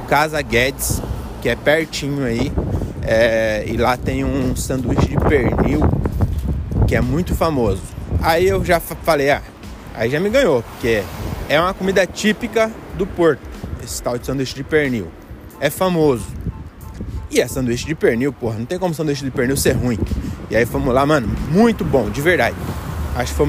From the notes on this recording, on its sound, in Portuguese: Episódio gravado pelas ruas de Porto, no norte de Portugal